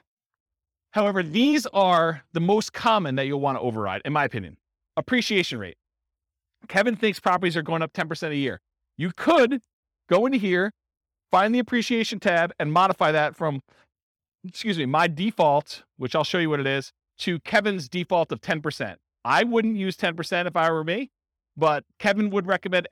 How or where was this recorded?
live audience